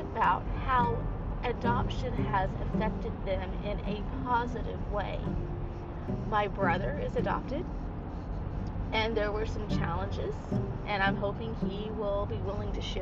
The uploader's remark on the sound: it is recorded on a drive so it has a little bit of an extra flair to it